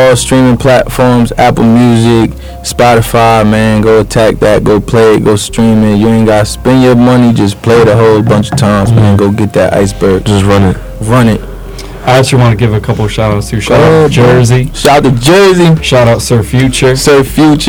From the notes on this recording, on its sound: Sorry for the poor sound quality!